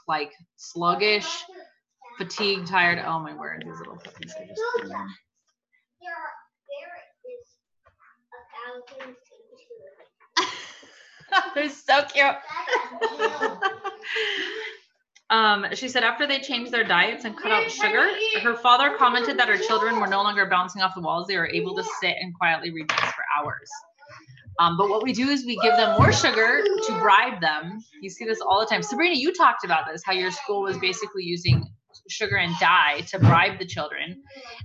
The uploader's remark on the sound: The final night of the cleanse series, beware this episode has LOUD background noises as we recorded at a friend's house during a massive blueberry + peach pickup!!!!!